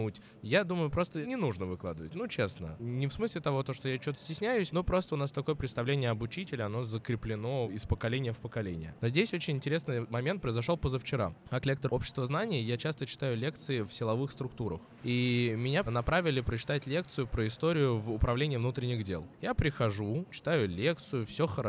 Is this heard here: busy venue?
yes